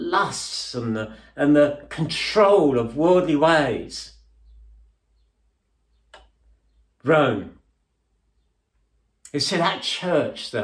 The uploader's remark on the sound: At King's Church, Cockermouth, as an audio file.